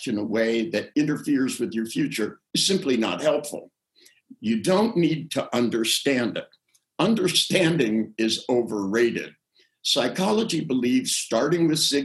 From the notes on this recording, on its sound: We listen back to the audio from our incredible live event. Please note this episode was recorded via Zoom due to COVID19, so we apologise for any sound issues.